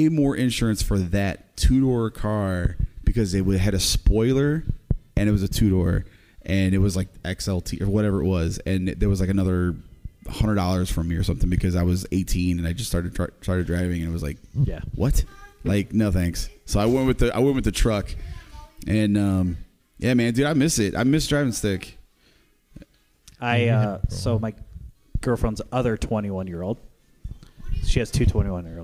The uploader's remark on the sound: LIVE at the LAN